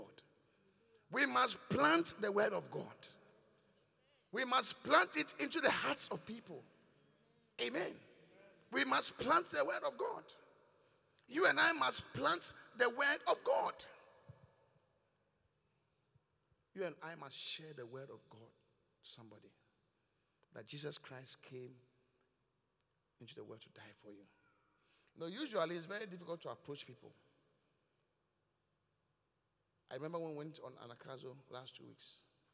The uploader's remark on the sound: Preached at The Qodesh.